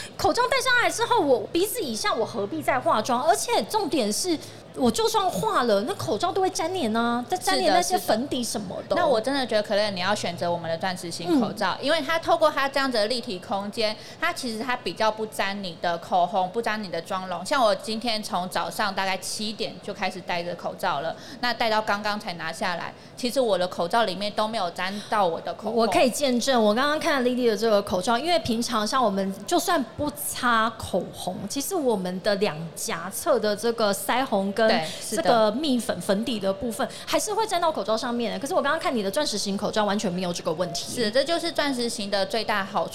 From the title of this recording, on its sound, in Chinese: 2022 Medical Taiwan台灣國際醫療暨健康照護展 -Live Podcast